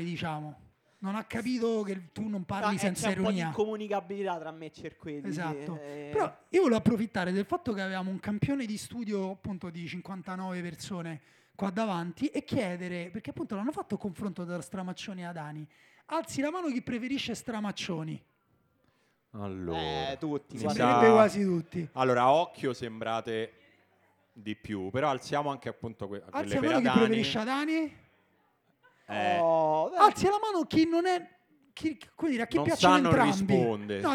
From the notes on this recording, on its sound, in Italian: Dal vivo in mezzo a voi